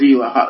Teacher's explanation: إذن ارجئه يأتي بالهمزة ويحققها. نعم أو يكون ترك الهمزة فيه أثقل من الهمز. · Term: يحقق الهمزة